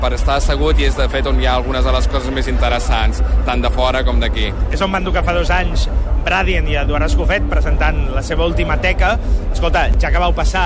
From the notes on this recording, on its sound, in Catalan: Ens passegem amb un micro a la mà durant la primera jornada del festival. Parla el Sónar.